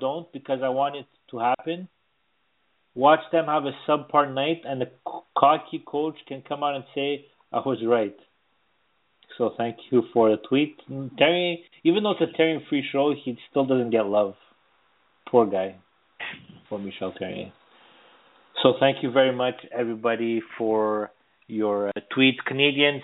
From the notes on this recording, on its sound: As we take your phone calls.